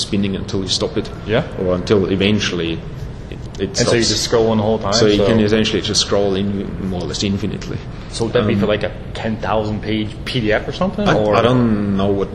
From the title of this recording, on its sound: Interview at X.Org Developer Conference (XDC) 2011